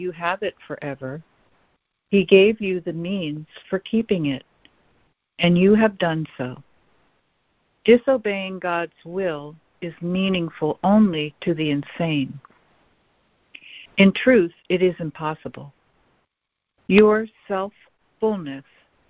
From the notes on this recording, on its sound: ACIM Daily Conference Call.